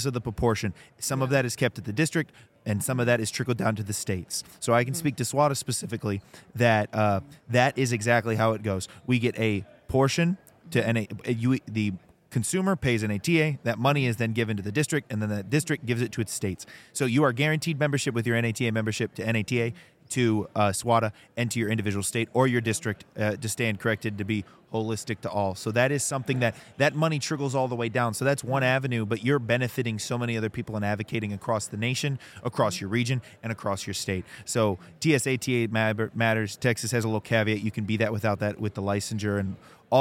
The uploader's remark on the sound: live at SWATA 2023